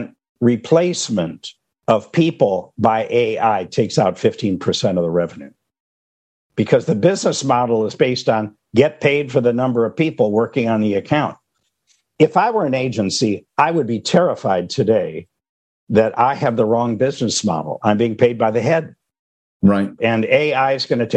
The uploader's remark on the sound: A special recording from a recent webinar.